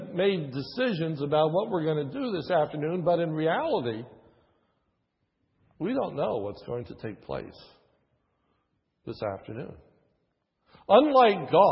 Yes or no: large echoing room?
yes